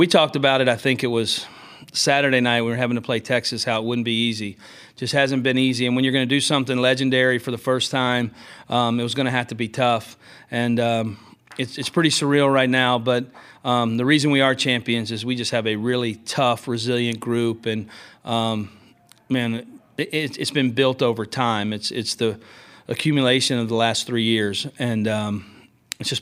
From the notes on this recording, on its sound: postgame, CWS Final press conference